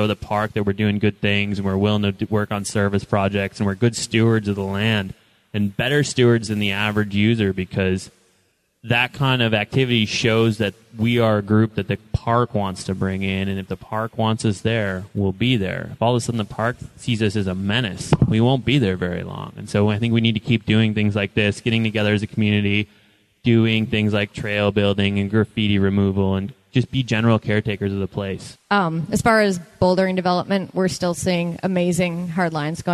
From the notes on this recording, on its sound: Live from Devils Lake Craggin’ Classic. A live show recorded last year at the American Alpine Club’s Craggin’ Classic in Devils Lake, WI. One rainy, soggy, muddy night, three guest joined me for a panel discussion.